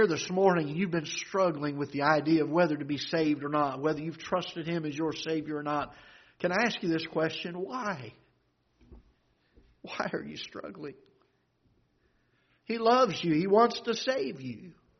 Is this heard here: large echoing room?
yes